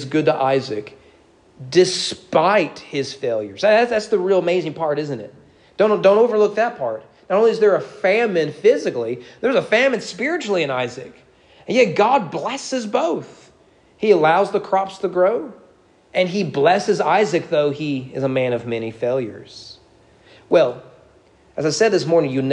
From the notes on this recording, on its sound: Sermon preached at East Frankfort Baptist Church